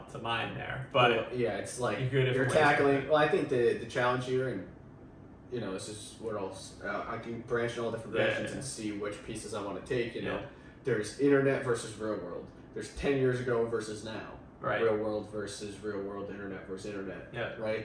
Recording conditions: poor sound quality